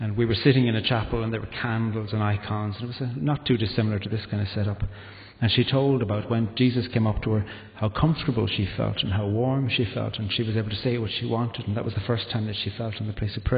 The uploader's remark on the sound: This podcast was recorded at the Evening Service Eucharist of the Moot Community at the Guild Church of St Mary Aldermary on Sunday 9th August 2011.